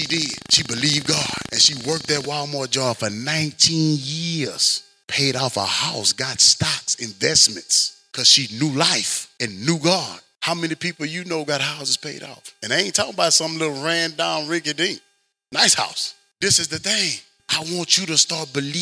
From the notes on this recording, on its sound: Audio Rip from Chapel. This is the audio friendly copy of the chapel sermon.